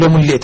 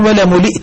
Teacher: لتثقيل اللام لملئت، الباقون ولملئت بتخفيف اللام